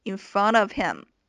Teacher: in front of him, in front of him,这个 of 与前面的 front 和后面的 him 都是可以连读的。当这个 of 和 front 连读的时候，这个 t 就可以变成一个弹舌音